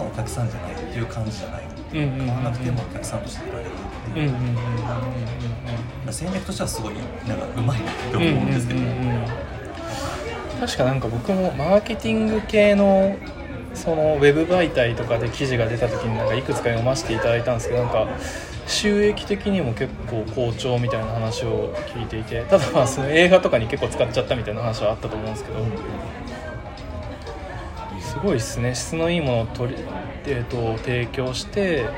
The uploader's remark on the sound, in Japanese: 野外録音のため、環境音など聞こえづらい点ご容赦ください。